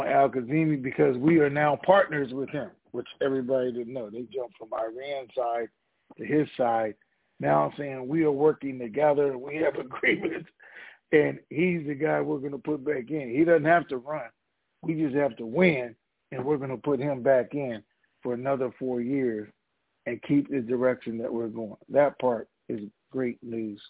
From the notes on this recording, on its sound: TNTSuperfantastic Conference Call